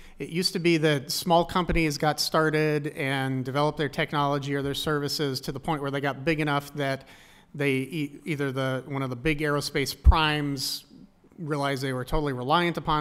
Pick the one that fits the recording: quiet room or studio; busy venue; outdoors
busy venue